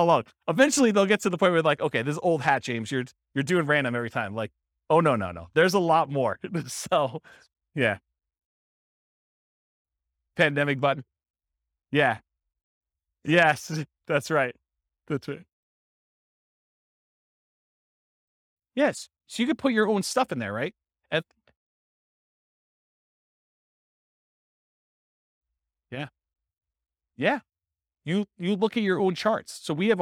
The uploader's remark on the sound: This was a live class recorded